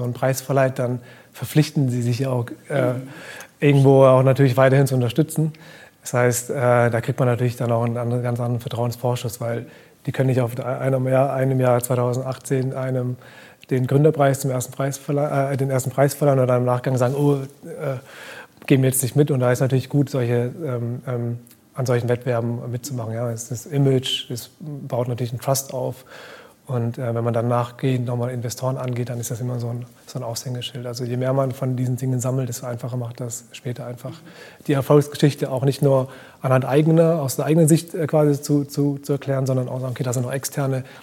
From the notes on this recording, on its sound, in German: Live vom Demo Day des 6.